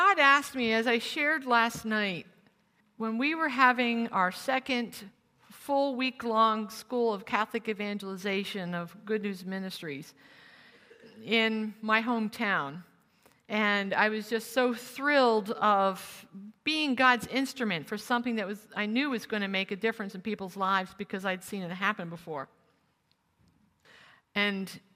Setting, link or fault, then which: setting, live audience